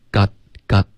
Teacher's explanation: You got na,这个要注意。You got na, got, got,一定要有一个干脆的停顿。不能发 ga na,这样